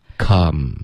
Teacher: 这个 a 的音要注意别发成 can, OK,嘴巴要张开大一点